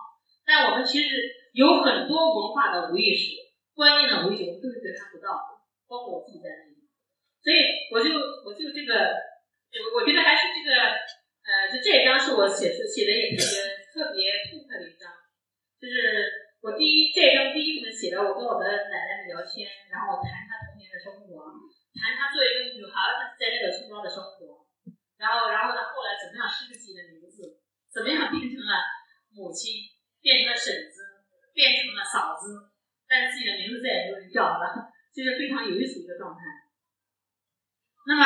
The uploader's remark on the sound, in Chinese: 现场特辑。本次节目属于现场临时录制， 音质较差请谅解。